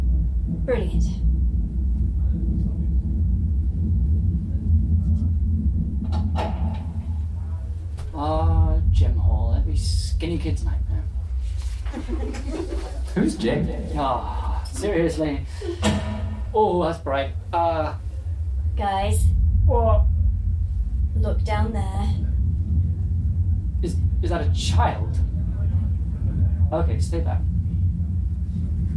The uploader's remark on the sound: A Live Podcast Spooktacular! - Edinburgh Horror Festival 2019. A recording of our second night of our four show run at the Bansheee Labyrinth as part of the Edinburgh Horror Festival 2019.